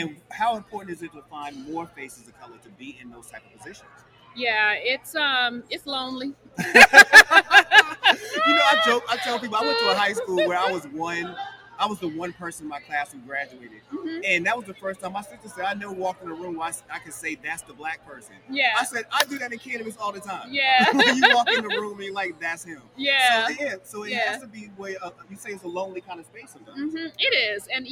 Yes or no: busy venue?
yes